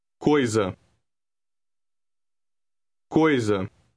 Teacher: Note that the S in this word has a vowel before and after it. It is pronounced Z, as in the English word zeal.